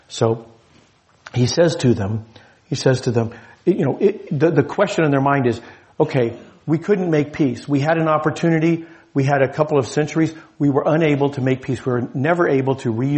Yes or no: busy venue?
no